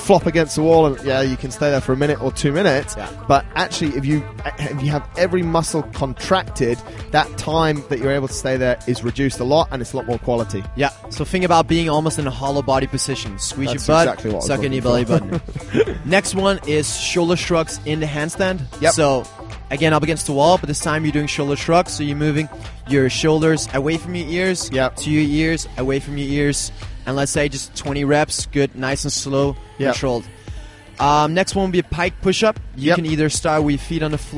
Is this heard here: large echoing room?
no